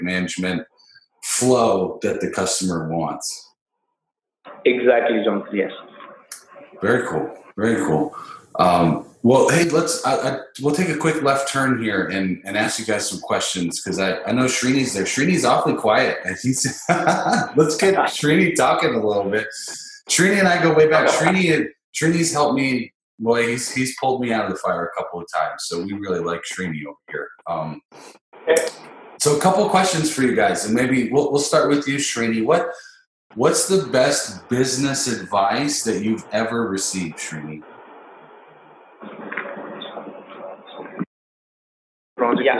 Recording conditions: poor sound quality